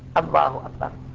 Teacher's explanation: تحقق الهمزة من غير أن تمدها، فإذا مددتها فسدت المعنى